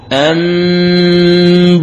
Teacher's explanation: تقرأ ميم مخفاة بغنة وتطبق الشفتين دون ترك ما يسمى بالفرجة · Term: القلب